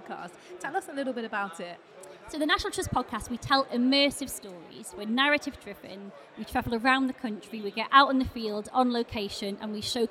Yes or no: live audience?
yes